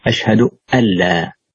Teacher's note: ويخطئ من قال أشهد أن لا فيظهر النون، بل يجب عليه أن يدغم · Term: الإدغام